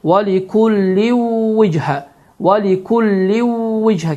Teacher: n səsi itərək vavla əvəz olunur, vav şəddələnir və burundan səs iki hərəkə miqdarı ilə uzalır · Term: idğam məlğunla